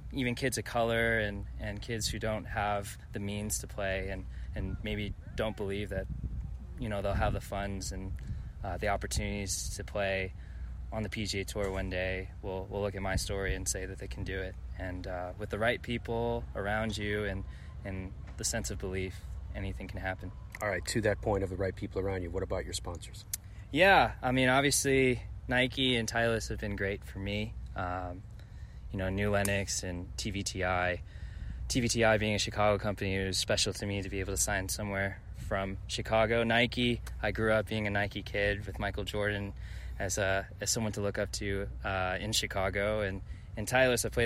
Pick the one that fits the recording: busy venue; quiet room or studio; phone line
busy venue